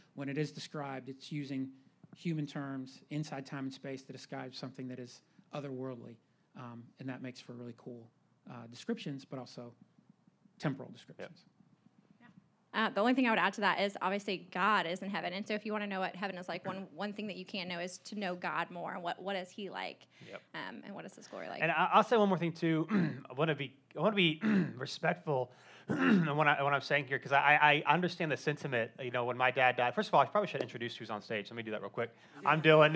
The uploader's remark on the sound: Live Q & A Sunday: 1st Service